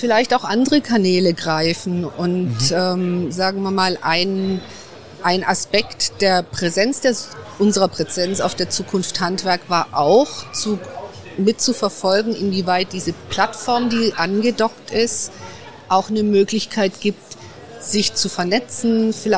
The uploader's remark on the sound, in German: Das Interview wurde im Rahmen des Live-Events Zukunft Handwerk aufgezeichnet.